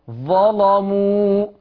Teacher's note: تغليظ اللام باين اهو